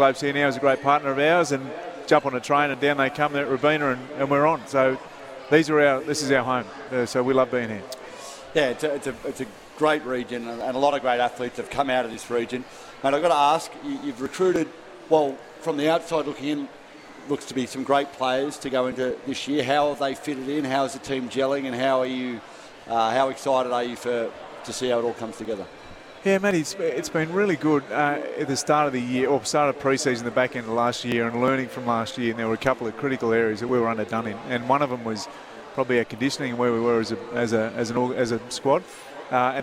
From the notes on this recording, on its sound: LIVE from the Sporting Globe in Logan